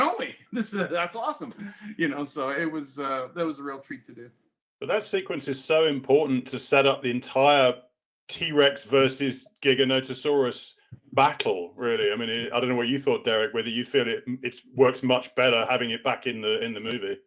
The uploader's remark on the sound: Live Book Release Event via Crowdcast